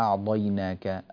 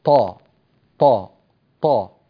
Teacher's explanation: الطاء عندك مخلوطة بصوت الضاد وهذا شائع جدا في الصومال · Shown in: first take